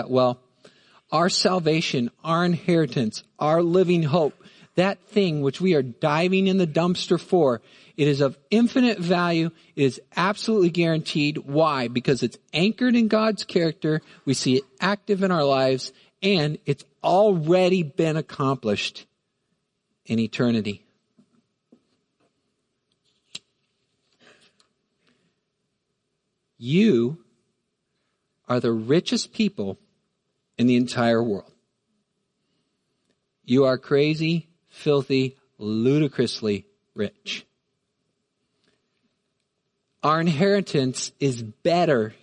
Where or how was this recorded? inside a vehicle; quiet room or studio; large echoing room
large echoing room